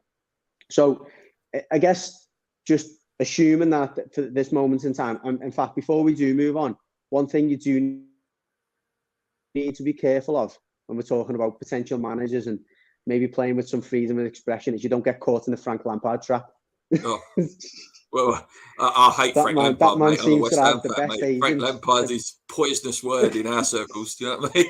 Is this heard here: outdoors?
no